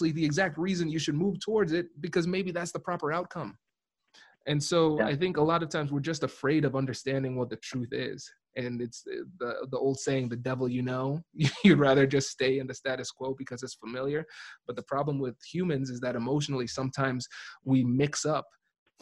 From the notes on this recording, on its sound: Live ZOOM recording.